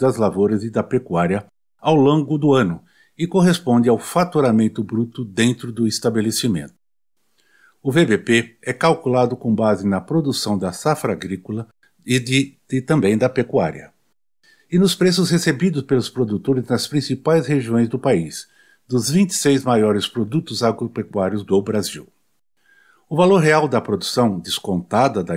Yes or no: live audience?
no